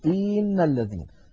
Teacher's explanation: الخطأ الذي يمكن أن يفعله الإنسان أن يمط كسرة الهمزة فيقول إن الذين.